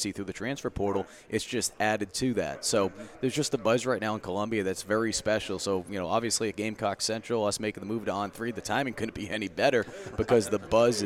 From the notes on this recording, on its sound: live from the College Football Hall of Fame in Atlanta for Day 2 of SEC Media Days!